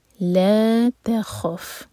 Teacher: تا لائٹ خو ہیوی